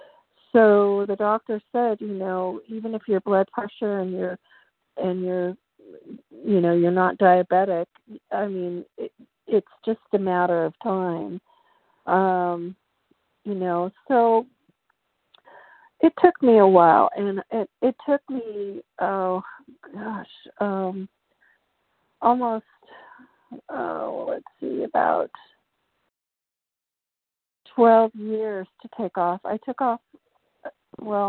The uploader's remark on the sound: 100 Pounders Phone Meeting, 11/15/23.